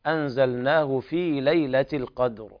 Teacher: والقلقلة في الدال مع تفخيم الراء